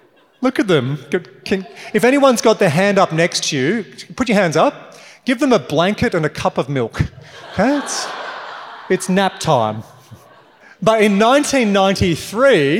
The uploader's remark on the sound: this episode is from a recent keynote for X15, a venture building outfit powered by Commonwealth Bank